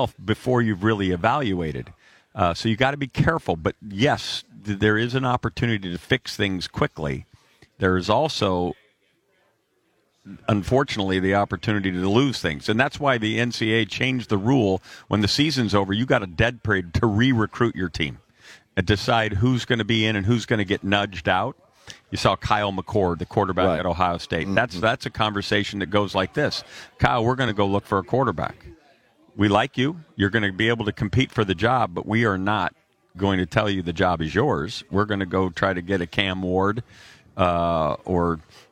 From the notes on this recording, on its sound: live from Radio Row in Boston for Army-Navy